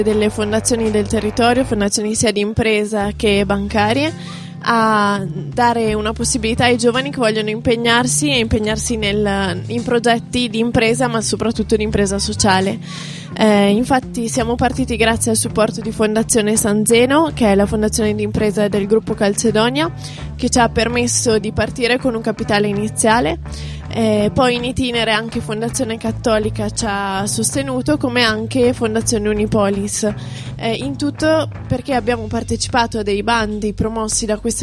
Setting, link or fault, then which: setting, outdoors